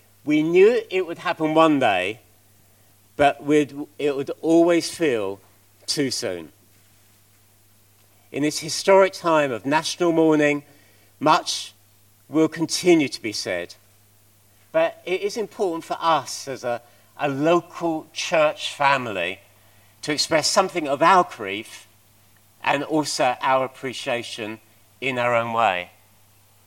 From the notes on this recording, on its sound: At King's Church, Cockermouth, as an audio file.